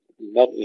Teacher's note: المرء تفخيم الراء وترقيق الميم، ليس المرء وليس المرء، لا نفخم الميم ولا نرقق الراء وإنما تفخيم ترقيق الميم وتفخيم الراء.